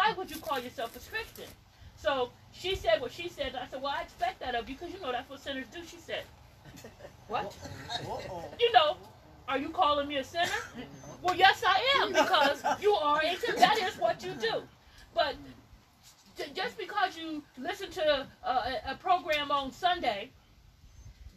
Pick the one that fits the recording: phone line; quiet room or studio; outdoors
outdoors